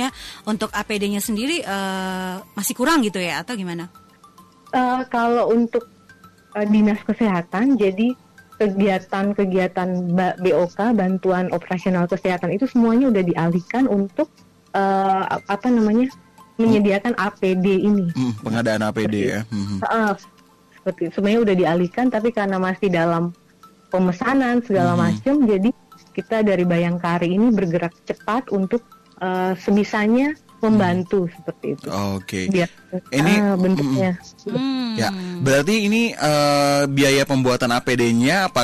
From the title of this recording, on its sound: ON THE PHONE